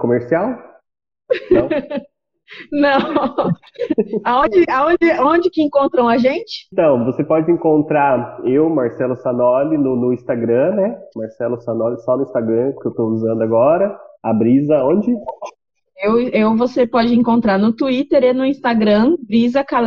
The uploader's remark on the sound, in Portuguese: Apesar da pouca qualidade do áudio por estarmos gravando na pandemia.